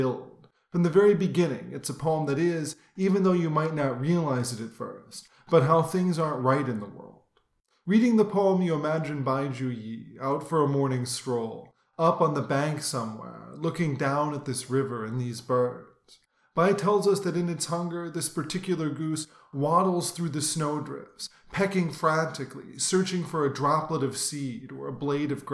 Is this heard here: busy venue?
no